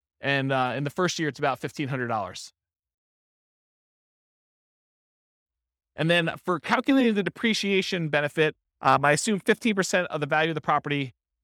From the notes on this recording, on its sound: This was a live class recorded